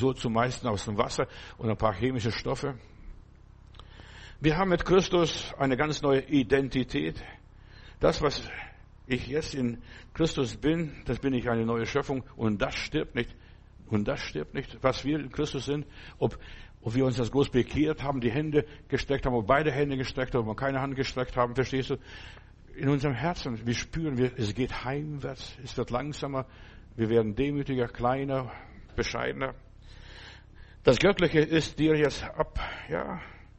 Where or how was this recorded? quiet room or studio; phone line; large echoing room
large echoing room